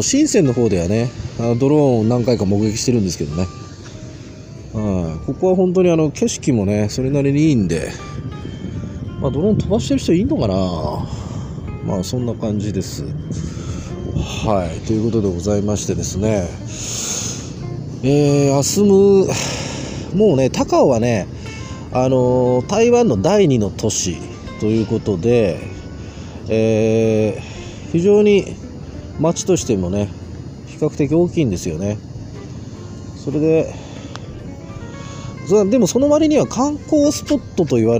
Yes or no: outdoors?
yes